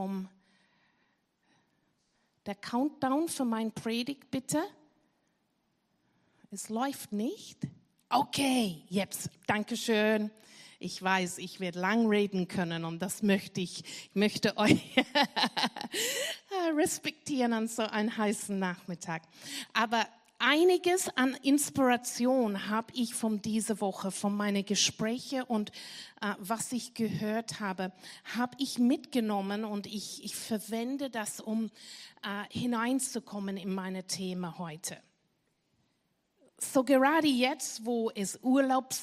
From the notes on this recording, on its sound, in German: Gottesdienst live aus der LIFE Church Wien.